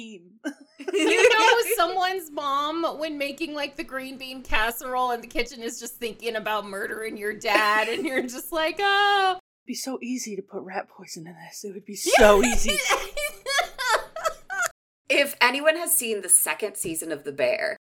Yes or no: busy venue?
no